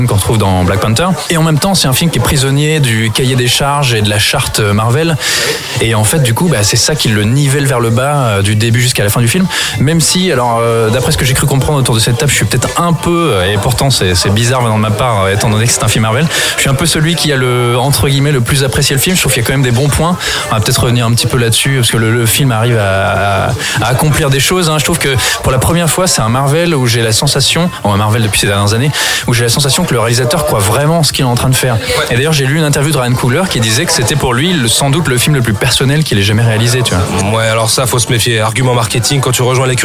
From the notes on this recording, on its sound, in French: Enregistré au Hurling Pub (8 Rue Descartes, 75005 Paris), le vendredi 09 février 2018.